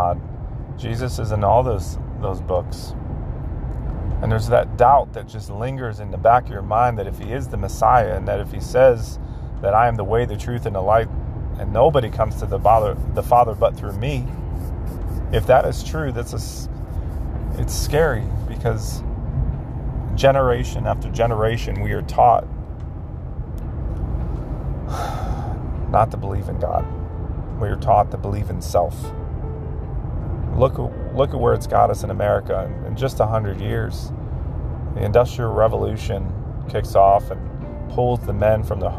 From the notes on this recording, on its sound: Just a reflection from a man driving home from work.